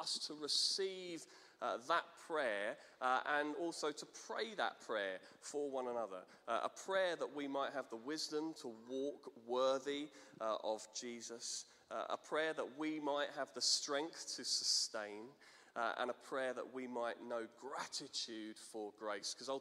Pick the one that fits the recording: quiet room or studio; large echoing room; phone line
large echoing room